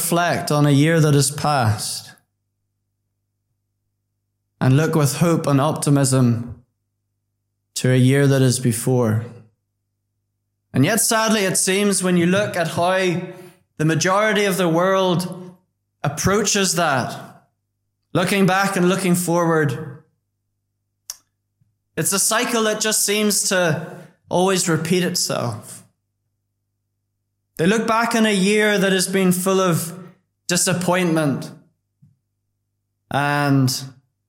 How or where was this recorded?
large echoing room